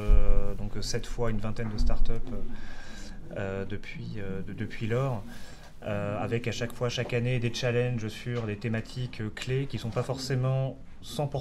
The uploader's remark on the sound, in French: Cet épisode a été enregistré à l'occasion de Zero-to-One. Cet épisode a été enregistré à l'occasion de Zero-to-One. Qui a réuni les talents des plus belles startups françaises en mai dernier.